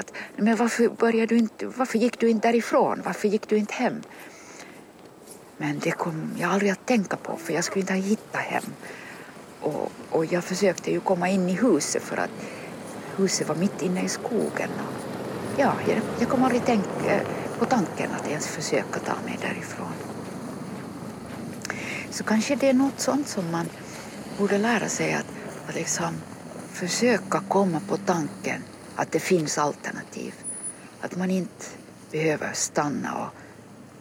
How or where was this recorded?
outdoors